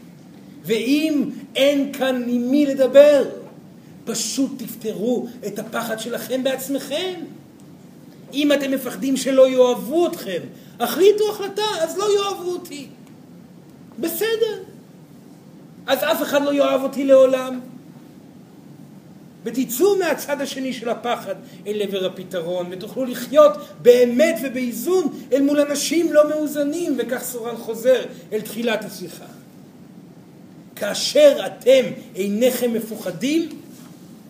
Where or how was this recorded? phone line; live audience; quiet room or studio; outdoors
live audience